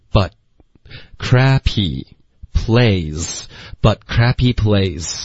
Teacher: but 的 t 的音省略